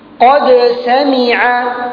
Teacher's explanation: هنا تقاربا في المخرج، قد س مخرج الدال قريب من مخرج السين، ولكن الصفات تختلف. فالدال قلقلة والسين ليس قلقلة، السين من حروف الهمس والدال ليس من حروف الهمس · Term: متقاربين